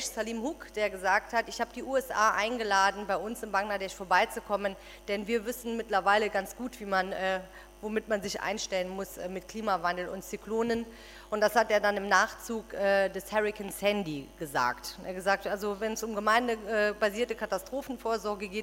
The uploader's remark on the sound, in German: Zweites Panel der Konferenz «Auf der Flucht vor humanitären Krisen» vom 3.7.2015, Berlin.